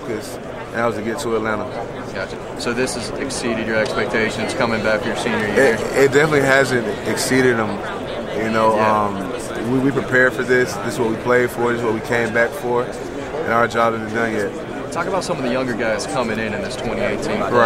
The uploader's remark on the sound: During Saturday's College Football Playoff National Championship media day at Philips Arena in Atlanta, GA